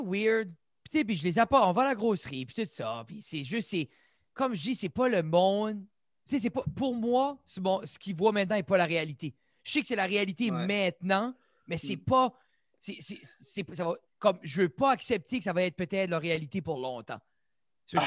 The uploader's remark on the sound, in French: Un papa Brayon qui habite dans la belle province nous jase sur Zoom.